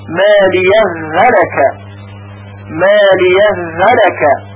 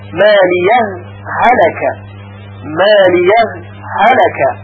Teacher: دوم اظهار هاء سکت مالیه حلکه، مالیه حلکه، که در اینجا دوها از هم جدا میشه، یعنی یک سکت بسیار کوتاه در بین دوها میفته · Shown in: second take · در اینجا دو وجه قرائت شده، وجه اول ادغام، ادغام هاء سکت در هاء حلکه